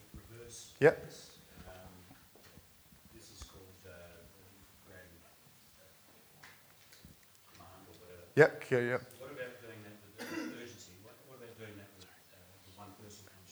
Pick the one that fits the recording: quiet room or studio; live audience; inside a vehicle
live audience